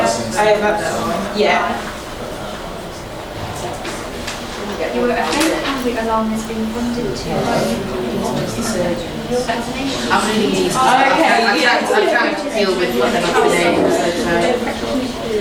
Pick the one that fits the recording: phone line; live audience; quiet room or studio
live audience